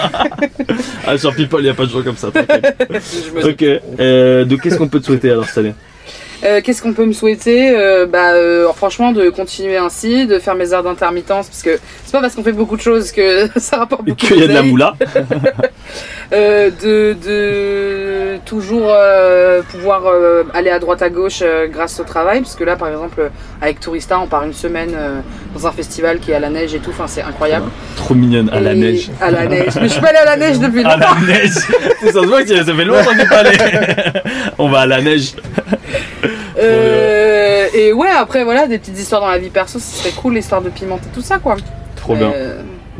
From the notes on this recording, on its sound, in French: en direct du van